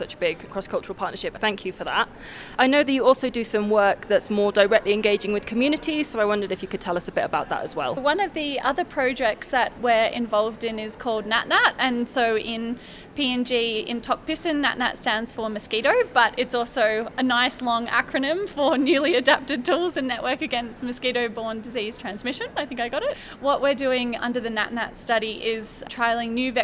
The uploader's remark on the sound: Conversations in the Halls